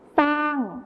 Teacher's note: ในภาษาไทยมาตรฐานเราก็จะใช้คำว่าช้างที่ใช้ชอช้างนั่นเองนะครับส่วนในภาษาถิ่นอีสานจะใช้เป็นซอโซ่นั่นเองครับ